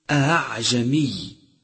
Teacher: الهمزة المسهلة، وهي بين الهمزة والألف